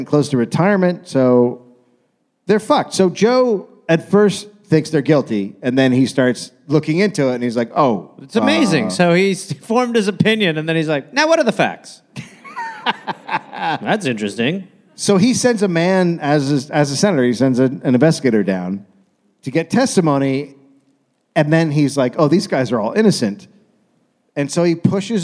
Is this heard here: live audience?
yes